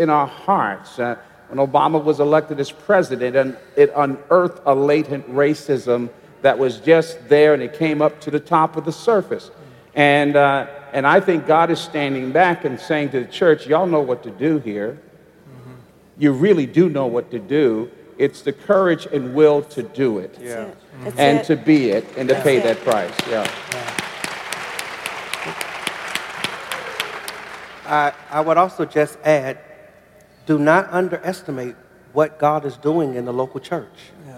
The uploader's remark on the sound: at our MLK50 conference